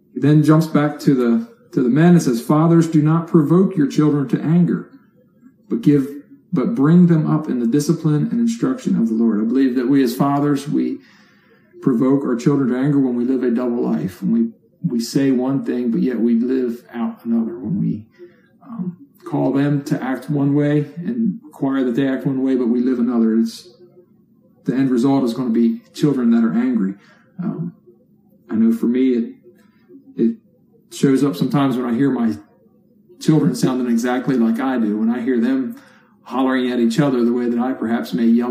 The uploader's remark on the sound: Therefore our weekly sermon was recorded and presented as an online video. You may notice a change in audio quality compared to normal weeks.